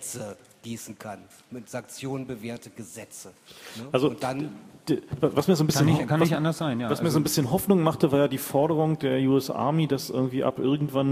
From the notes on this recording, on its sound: Moderated Audience Discussion